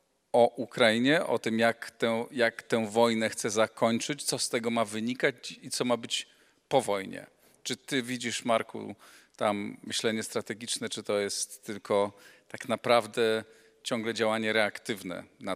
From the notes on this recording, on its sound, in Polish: nagrana podczas Europejskiego Kongresu Samorządowego w Mikołajkach